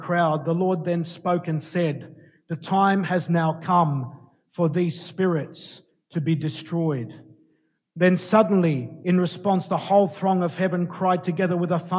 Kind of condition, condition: setting, large echoing room